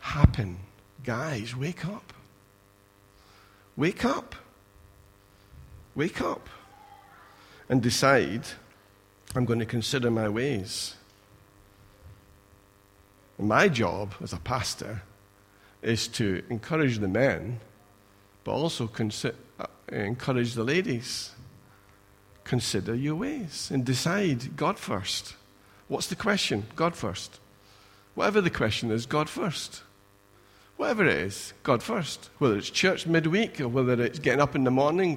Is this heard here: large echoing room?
yes